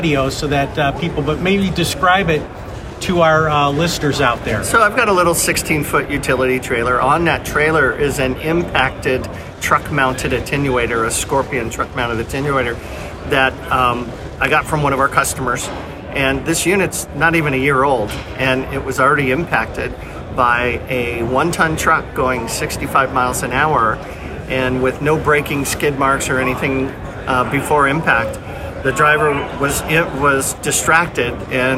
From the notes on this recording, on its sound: Utility Fleet Professional was live at the ATSSA 2023 show